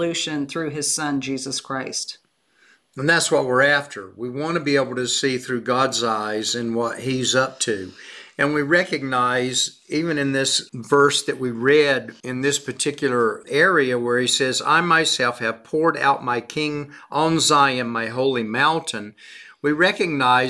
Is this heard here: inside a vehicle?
no